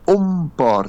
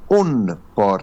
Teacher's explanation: Die on word om. · Shown in: first take · Omdat dit eenvoudig makkeliker is om ompaar te sê, as wat het is om onpaar te sê.